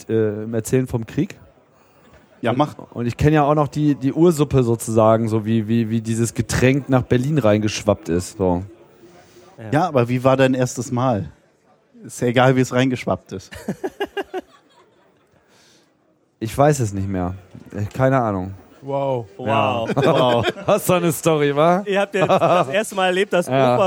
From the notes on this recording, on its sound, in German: Es war Congress und wir waren dabei. Auf der Bühne des Sendezentrums. Tag eine unterhaltsame Zusammenkunft mit unseren Hörern vor Ort.